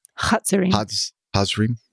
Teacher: the Z is pronounced TS in the word it's